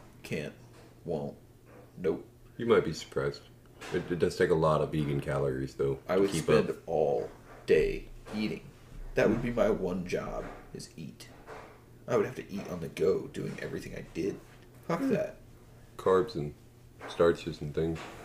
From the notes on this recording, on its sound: we experimented with what a dryer would sound like in the background.